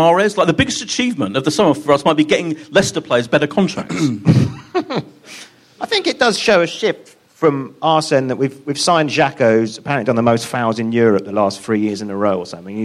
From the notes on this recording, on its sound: with a live audience